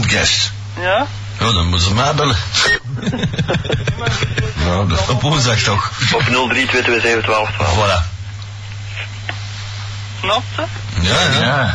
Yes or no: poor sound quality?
yes